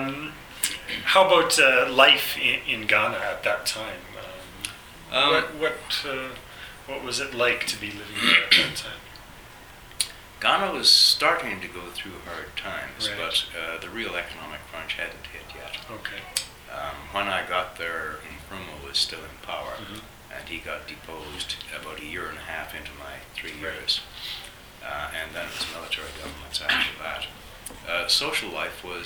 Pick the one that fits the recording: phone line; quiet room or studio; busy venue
busy venue